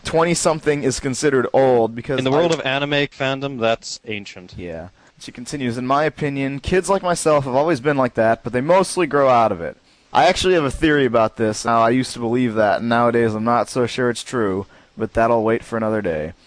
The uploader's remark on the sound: with our special guest via telephone